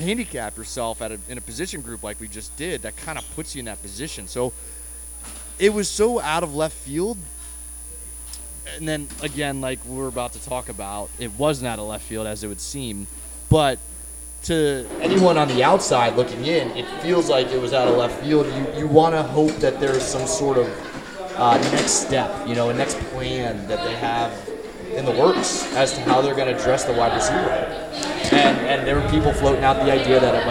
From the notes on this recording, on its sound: apologies for some shoddy audio